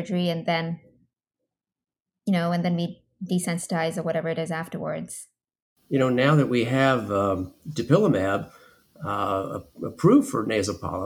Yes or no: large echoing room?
no